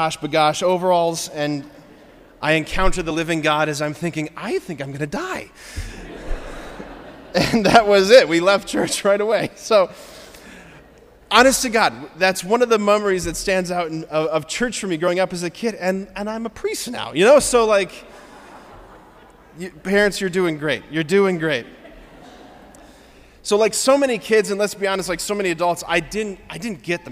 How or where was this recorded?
large echoing room